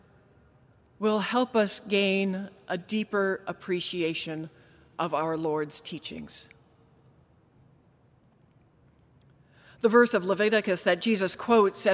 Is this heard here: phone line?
no